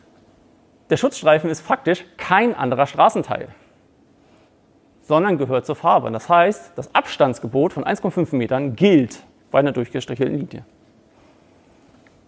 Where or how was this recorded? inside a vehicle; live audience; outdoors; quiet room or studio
live audience